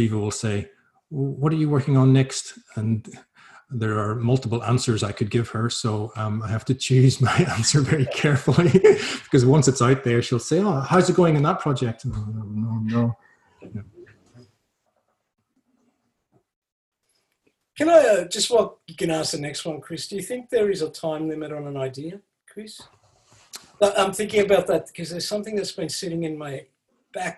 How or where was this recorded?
video call